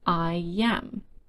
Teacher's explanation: And when you say it very slowly, you notice that we use the y sound because our mouth and tongue naturally go to that position when we go from the I sound to the a sound. I am. Another example is go out. · Term: extra y sound